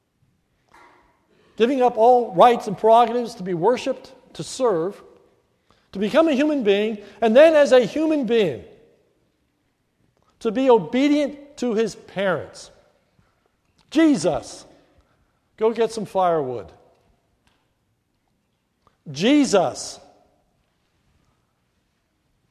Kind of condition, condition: setting, large echoing room